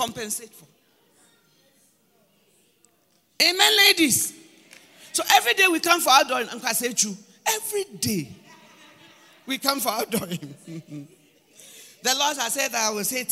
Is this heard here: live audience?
yes